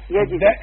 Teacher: اسمعيني، الدال عليها السكون، ما تفتحيهاش